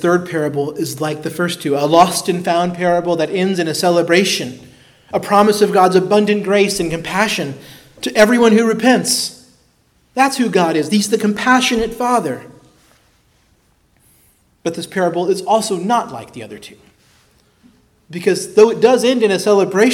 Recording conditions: large echoing room